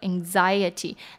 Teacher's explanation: 它前面的 an 发 ng 的音，那碰到 x 这边呢有一个 z 的音在 anxiety